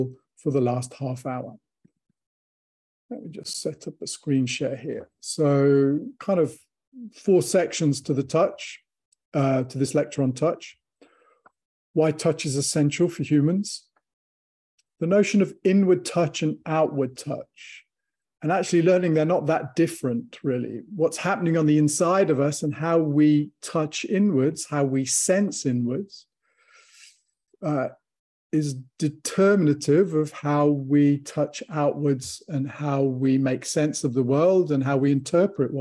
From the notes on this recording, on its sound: From the archives, audio from webinar